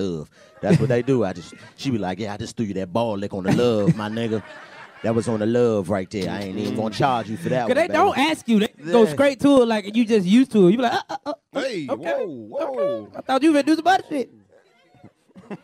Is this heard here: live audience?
yes